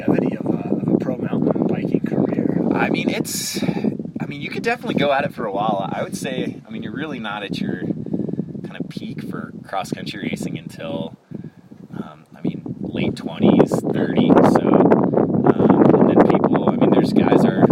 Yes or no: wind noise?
yes